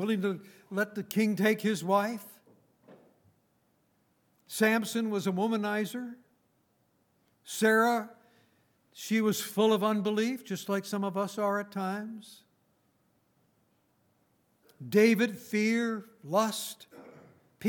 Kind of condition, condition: setting, large echoing room